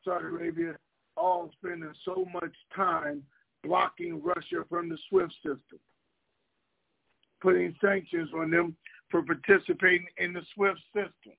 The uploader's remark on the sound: TNTSuperfantastic Conference Call